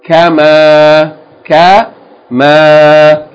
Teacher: Short vowel on the first syllable, long vowel on the second syllable.